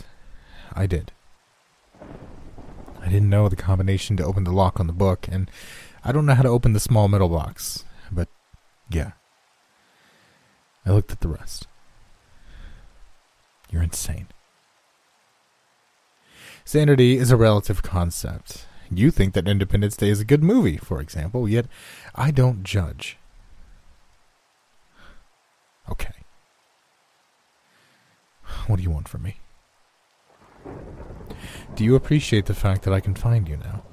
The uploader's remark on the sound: NoSleep Horror Stories w/ Rain & Thunder Sounds